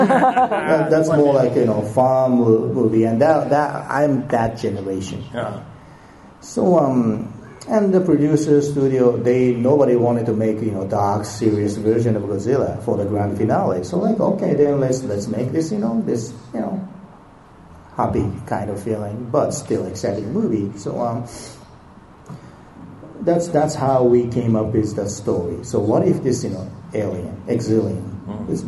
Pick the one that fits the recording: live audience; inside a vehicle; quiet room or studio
live audience